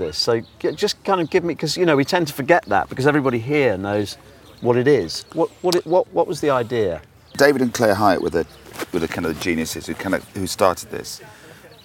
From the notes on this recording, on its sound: It's the second batch of recordings that I made at The DO Lectures in West Wales in July 2017.